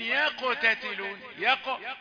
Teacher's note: يق دي ساكن يبقى درجه رابعه